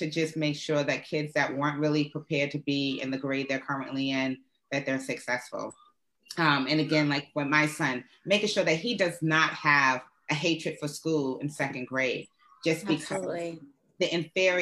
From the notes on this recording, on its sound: This has been done via Zoom